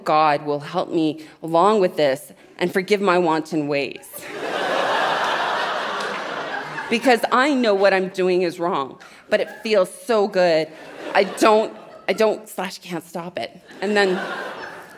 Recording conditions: live audience